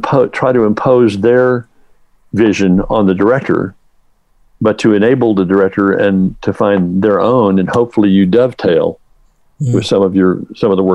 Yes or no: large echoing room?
no